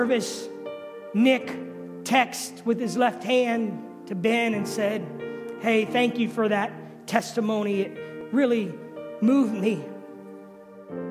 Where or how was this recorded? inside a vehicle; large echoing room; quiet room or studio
large echoing room